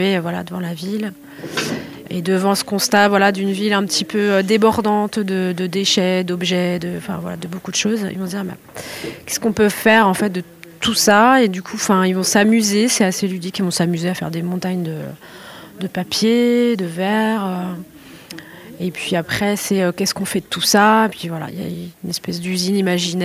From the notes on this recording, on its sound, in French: Était sur les radios de la FRAMA en direct du salon du livre dimanche 2 octobre 2022 à l’occasion d’un atelier modelage dispensé aux enfants du Mans.